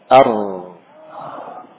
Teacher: Cukup dengan satu kali getaran ya, atau pantulan kecil. · Huruf ra ini punya sifat bergetar ujung lidahnya.